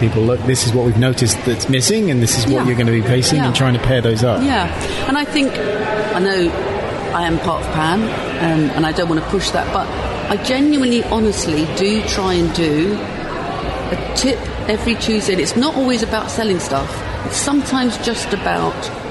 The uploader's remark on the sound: Chat with some fine folks at IMATS London.